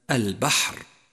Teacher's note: لاحظ أخي صفة الشدة في حرف الباء من كلمة البحر، حيث امتنع جريان الصوت عند النطق به